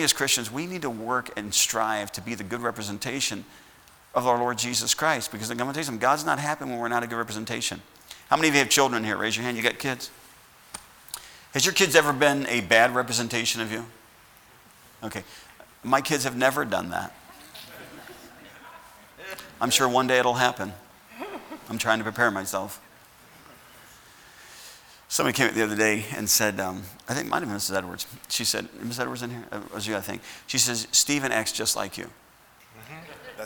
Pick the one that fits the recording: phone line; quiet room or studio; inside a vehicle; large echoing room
large echoing room